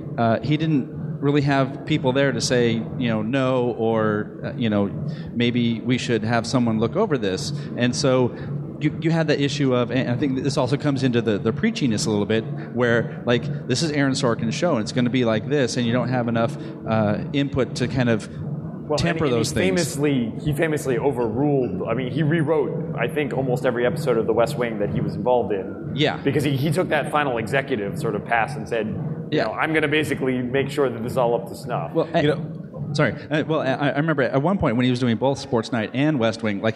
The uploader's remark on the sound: We convened on the Macworld Live stage at Macworld/iWorld 2013.